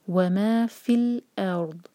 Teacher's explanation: الف کو لائٹ رکھیں گے، او نہیں کہنا